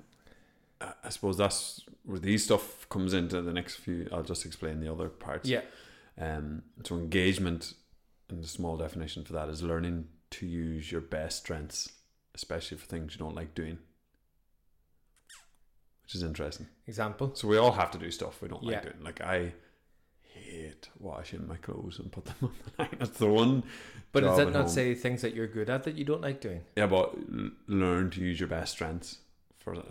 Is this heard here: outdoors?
no